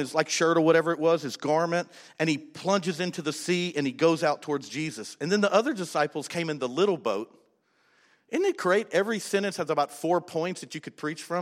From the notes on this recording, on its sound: was recorded on October 13, 2019, during service at The Anchor Church in Rockport, Maine.